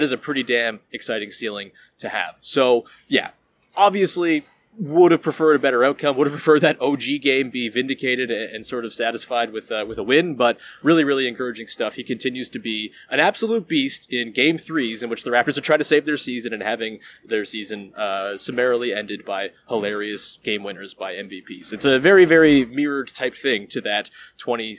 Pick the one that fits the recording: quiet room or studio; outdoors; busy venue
busy venue